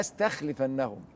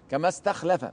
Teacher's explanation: الخاء هنا موقعها التفخيم، ولا يمكن لها ان تكون مرققه · Shown in: second take · وحتى لو كانت مكسوره فهي في ادنى مراتب التفخيم ولا يقال عنها مرققه.